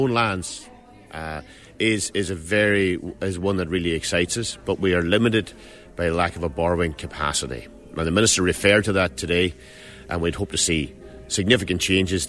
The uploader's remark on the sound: at the launch of the inaugural strategic plan for TUS Midlands Midwest in the Millenium Theatre at the TUS campus in Moylish